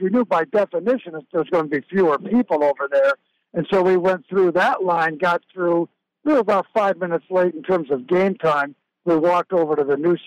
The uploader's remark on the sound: OSU IDAHO POSTGAME CALL-IN SHOW.